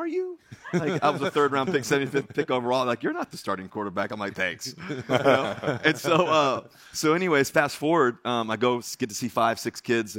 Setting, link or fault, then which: setting, busy venue